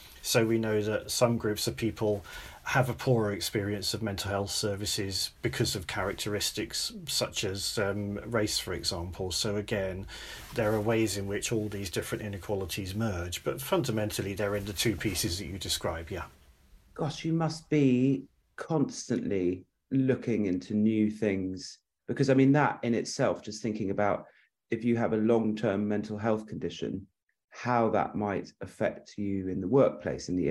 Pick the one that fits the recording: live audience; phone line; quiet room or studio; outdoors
quiet room or studio